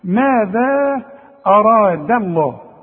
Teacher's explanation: رقق لي الدال وفخم لي الراء وفخم لي اللام بتاعت لفظ الجلاله